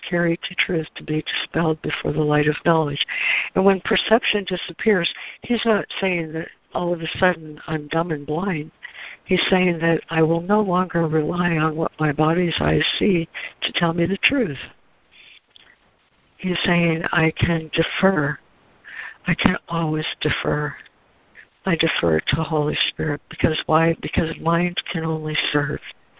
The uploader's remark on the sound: ACIM Daily Conference Call.